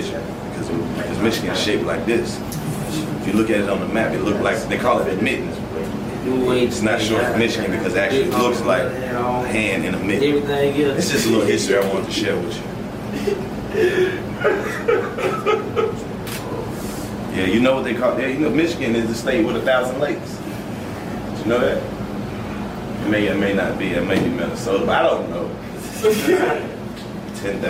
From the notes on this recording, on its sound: Another classic comedy show recorded in front of a live audience at the legendary Fillmore Theater!